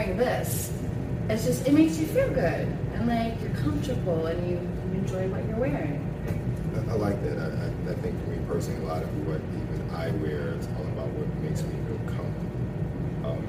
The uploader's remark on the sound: Fandom, Fashion, and the Future panel from Blerdcon 2022.